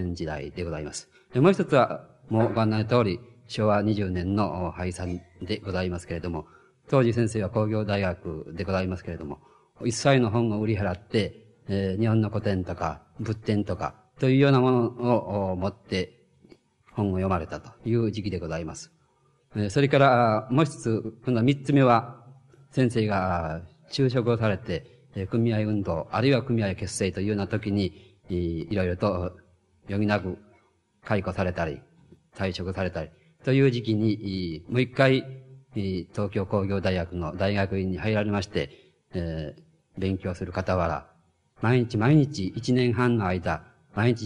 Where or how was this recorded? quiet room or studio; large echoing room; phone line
large echoing room